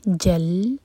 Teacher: جیم اور لام کے بیچ میں ہے حمزۃ الوصل، کیونکہ بیچ میں آ رہا ہے تو ہم اس کو پروناؤنس نہیں کریں گے. اور اس کے اوپر چھوٹی سی صاد بنی ہے، اس کو دمہ نہ سمجھیں، یہ ہے صاد، یہ نشانی ہوتی ہے حمزۃ الوصل کی.